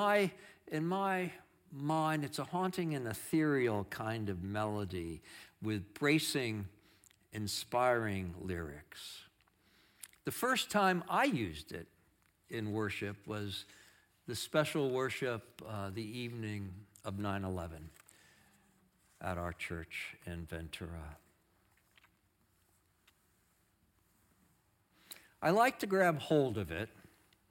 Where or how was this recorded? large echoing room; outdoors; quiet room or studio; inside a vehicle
large echoing room